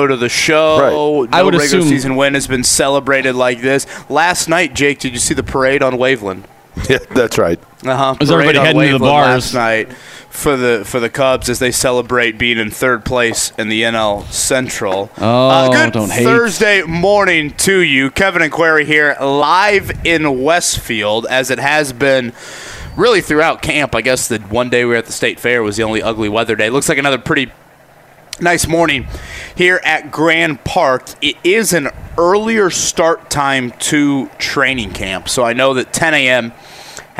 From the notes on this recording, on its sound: LIVE AT COLTS CAMP! Camp practice underway.